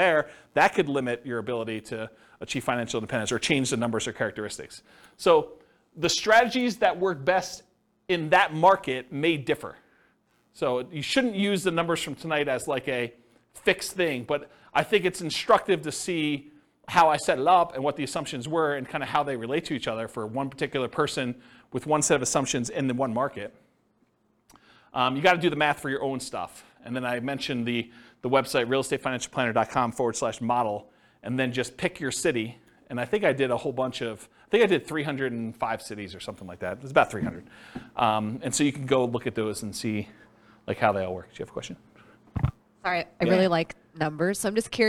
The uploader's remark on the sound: This was a live class recorded.